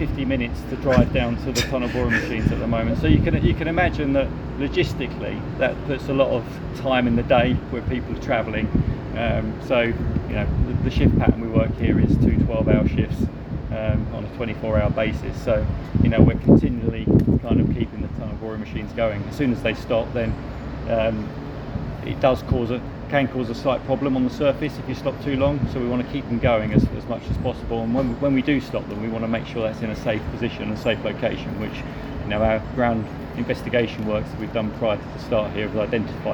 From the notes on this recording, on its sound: The first part of our audio visit to the HS2 high speed rail line construction sites - this time the Colne Valley.